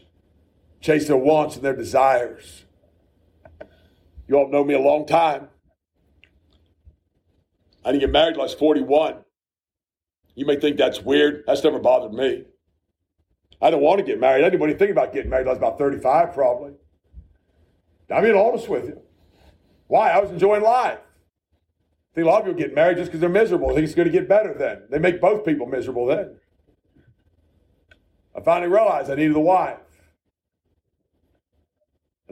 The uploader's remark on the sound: A message preached at the Shippensburg Independent Baptist Church.